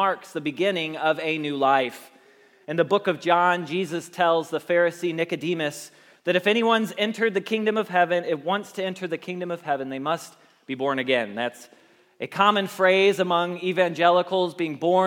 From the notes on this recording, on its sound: Message Preached at Valley Creek Church